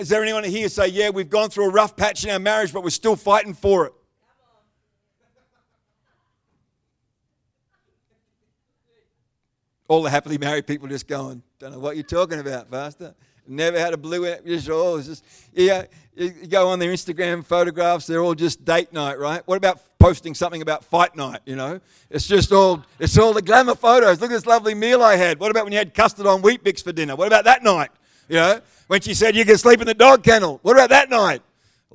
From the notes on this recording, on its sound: The live stream of Destiny Church Atherton.